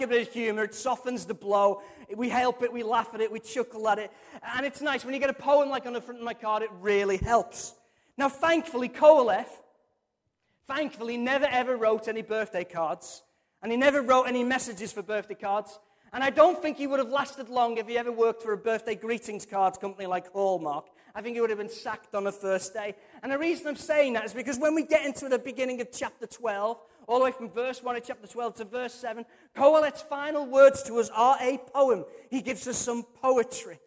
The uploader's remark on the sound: Recorded from our Sunday morning service.